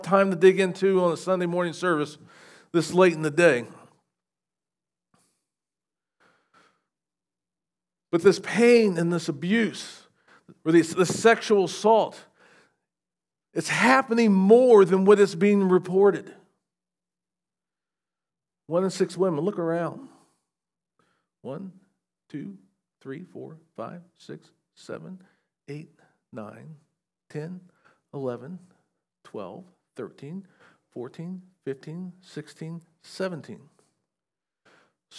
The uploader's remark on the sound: SVBC Morning Service. Recorded at Shenandoah Valley Baptist Church on Feb 25, 2024.